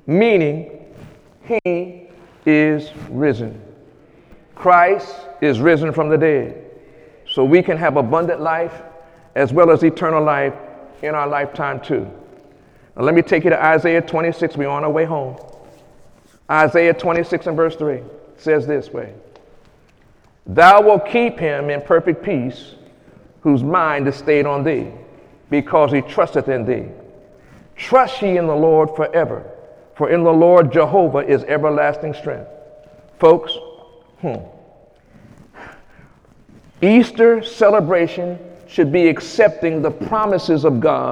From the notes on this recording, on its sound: During Sunday morning service on April 1, 2018.